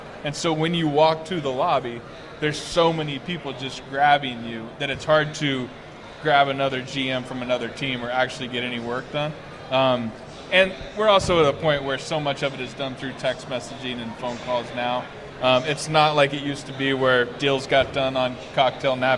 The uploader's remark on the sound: LIVE from Redsfest